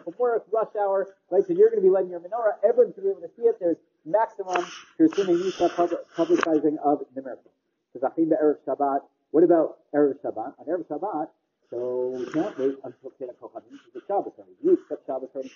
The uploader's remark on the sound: The audio quality is, unfortunately, very poor